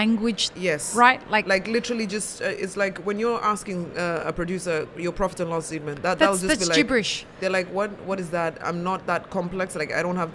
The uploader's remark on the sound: A selection of podcast episodes that were live-streamed from the show floor at World of Coffee Dubai 2024.